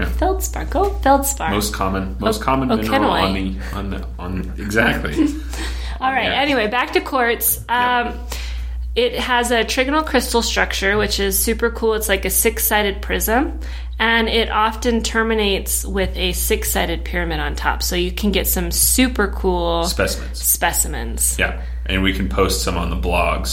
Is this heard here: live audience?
no